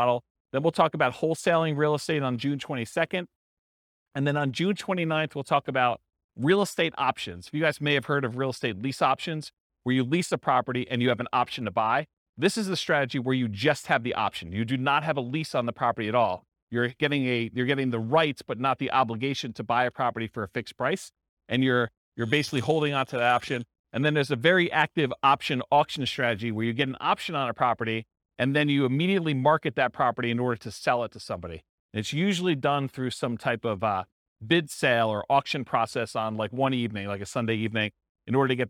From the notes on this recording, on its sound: This was a live class recorded